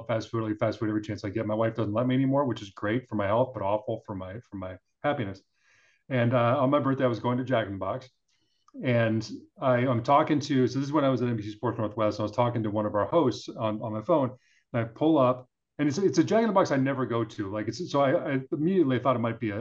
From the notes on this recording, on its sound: we host a zoom call